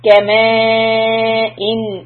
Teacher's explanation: So here ma is 4 counts and the in is izhar. So we say the noon clearly.